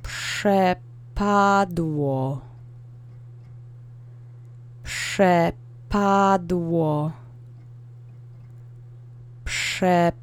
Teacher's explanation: And we have a w letter in the alphabet in the last syllable. So the accent is on the middle syllable.